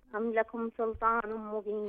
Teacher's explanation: السين واللام في حالة ترقيق، بالإضافة إلى أنه السين تبقى سين ولا تحول إلى صاد